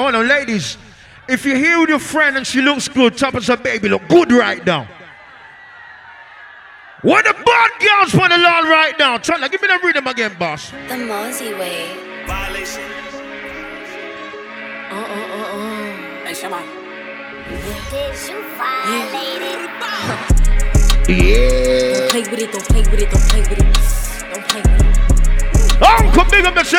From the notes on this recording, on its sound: Live Set From Love & Affection 2023